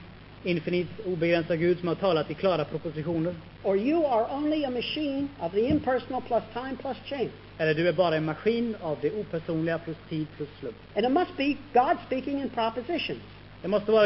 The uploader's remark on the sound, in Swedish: Inspelad i Akademiska föreningen i Lund 1973.